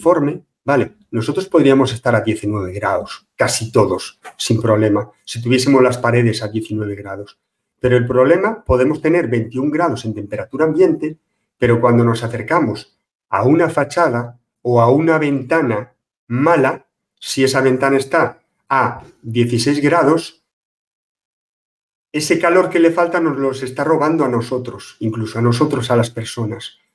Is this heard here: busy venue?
no